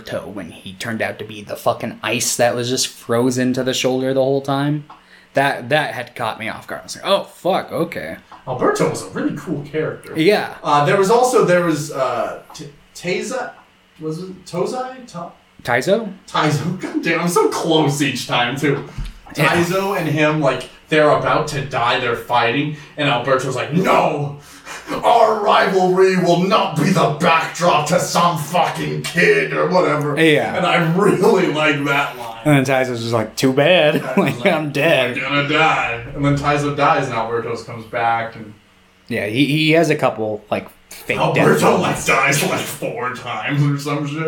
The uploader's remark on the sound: More problems with OUR MICROPHONES.